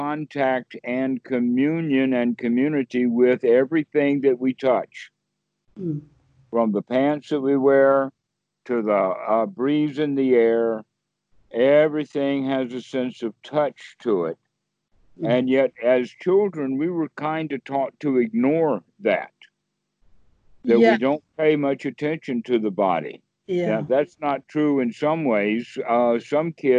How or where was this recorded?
video call